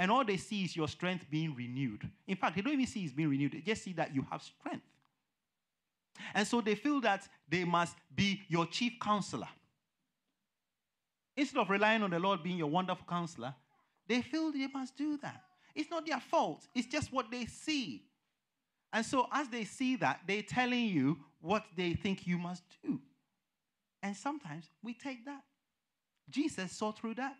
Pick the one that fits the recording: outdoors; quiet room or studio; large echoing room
large echoing room